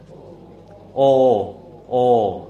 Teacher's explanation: สังกระโอเกิดจากฐาน2ฐานคือคอกับริมฝีปาก · Term: สระโอ